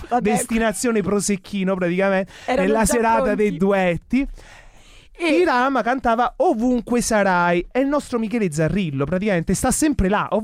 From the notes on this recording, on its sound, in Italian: Al telefono abbiamo anche avuto come ospite